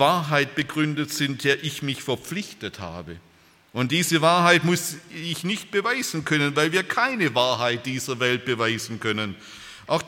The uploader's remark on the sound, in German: aus dem Gottesdienst der Liebenzeller Mission